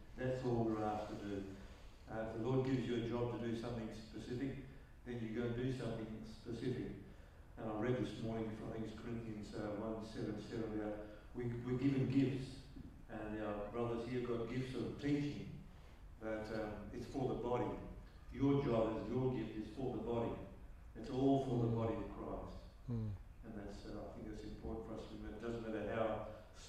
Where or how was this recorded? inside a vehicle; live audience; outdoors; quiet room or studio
live audience